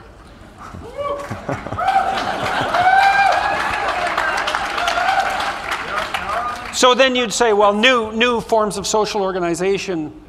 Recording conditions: live audience